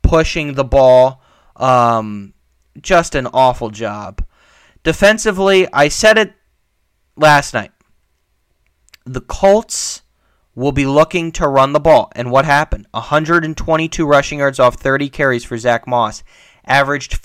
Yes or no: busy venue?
no